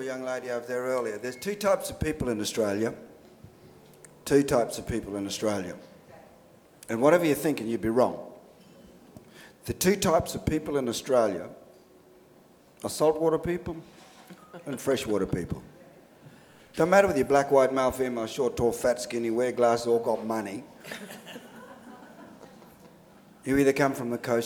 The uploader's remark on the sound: THIS LECTURE TOOK PLACE AT THE UNIVERSITY OF SYDNEY ON 25 MAY 2015 AS PART OF THE SYDNEY IDEAS PROGRAM.